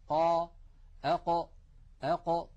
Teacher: يخرج من أقصى منطقة من أقصى اللسان مع ما يحاذيه من الحنك اللحمي · Term: حرف القاف